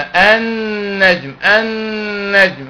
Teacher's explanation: نون مشددة حكمها الايه؟ حكمها الغنة